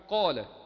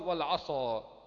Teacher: قال مثال لحرف الاستعلاء غير المطبق وهو القاف في كلمة قال، والثاني مثال لحرف الإطباق المستعلي اللي هو حرف الصاد في كلمة العصا